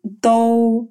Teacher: «д», который похож на русский «д», но является глухим.